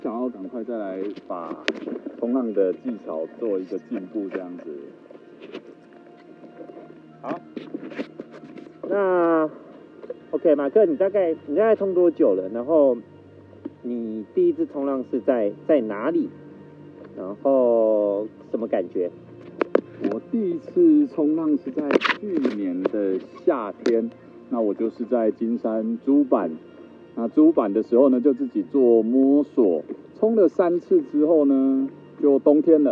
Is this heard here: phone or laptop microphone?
yes